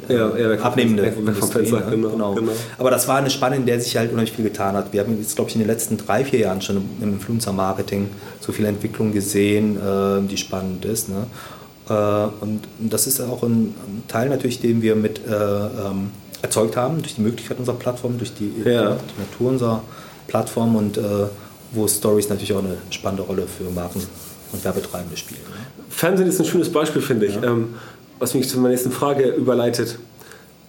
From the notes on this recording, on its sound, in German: Beim OMR Festival in Hamburg